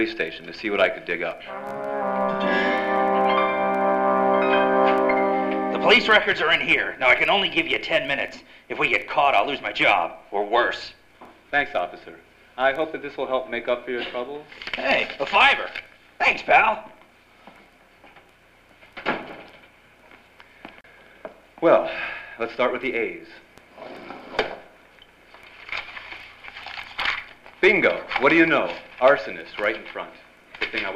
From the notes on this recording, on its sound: Performed before a live audience.